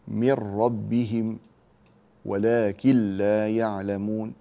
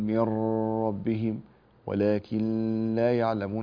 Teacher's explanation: من غير غنة في اللام والراء · Shown in: first take